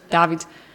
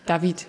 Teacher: ich habe die Betonung auf dem A · Shown in: first take · glaube ich, nämlich David.